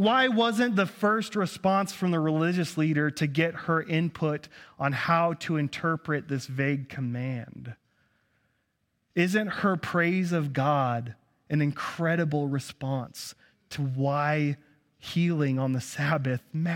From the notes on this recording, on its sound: At Cathedral of the Rockies Amity Campus.